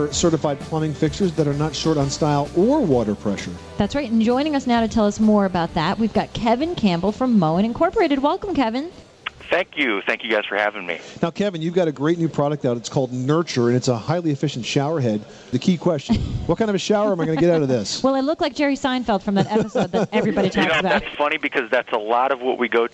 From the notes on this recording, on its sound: Live from the National Hardware Show. Broadcast live from the 2009 National Hardware show in Las Vegas.